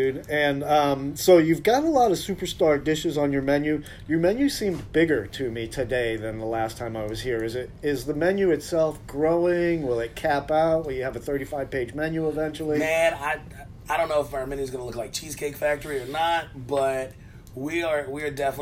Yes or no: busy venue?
yes